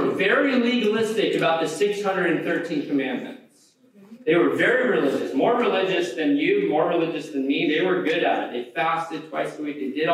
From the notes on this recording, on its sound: We apologize for the poor audio quality of today's podcast.